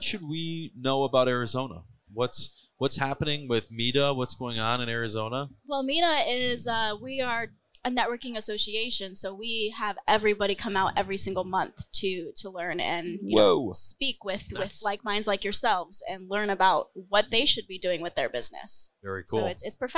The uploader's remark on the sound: Recorded at MJUnpacked NYC